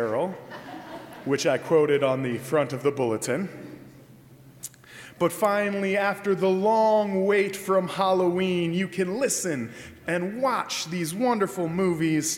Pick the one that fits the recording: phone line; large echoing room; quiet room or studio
large echoing room